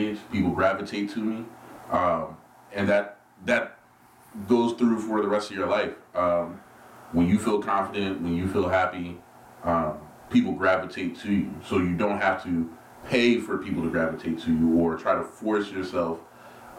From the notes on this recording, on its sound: Let me apologize for the bad audio! The mics were turned up too high on this one.